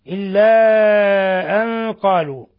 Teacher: مد منفصل ثم إخفاء حقيقي، النون مع القاف